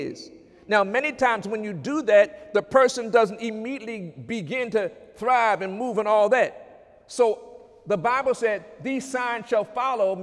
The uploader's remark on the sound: During Sunday morning service on April 16, 2017